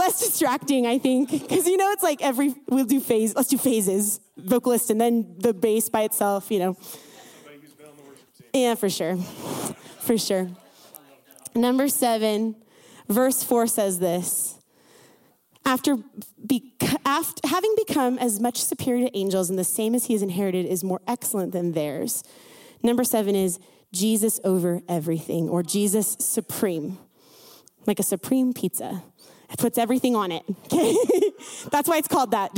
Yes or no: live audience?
yes